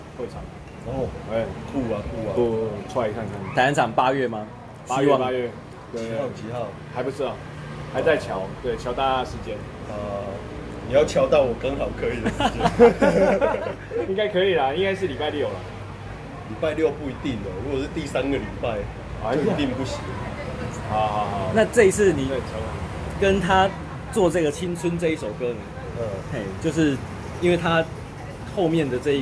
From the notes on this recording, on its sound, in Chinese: 錄音地點：台南 牽咖啡 Chen Coffee